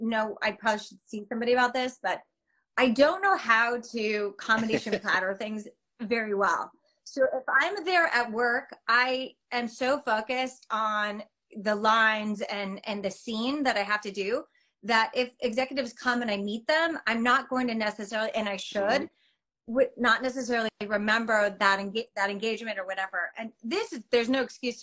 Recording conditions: video call